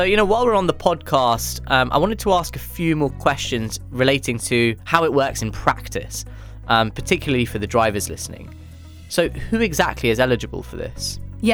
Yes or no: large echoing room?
no